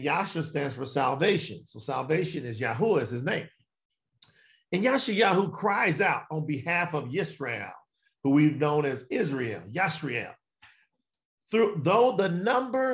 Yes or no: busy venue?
no